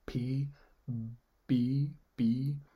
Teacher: with p, I'm using my lips, and I'm pushing, I'm using more air than I am with the B